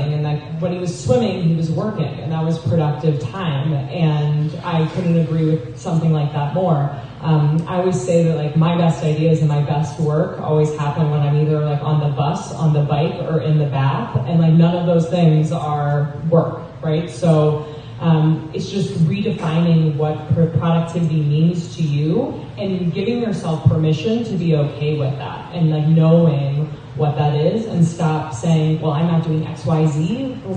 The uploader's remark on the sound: Productivity Panel for Lifestyle Design at FreedomXFest 2018. It is a festival where 400 location independent entrepreneurs hang out in the Pyrenees mountains of Spain for a week. We recorded the productivity panel and decided to make it into a podcast. The volume is a little low, it was raining really hard outside at the time.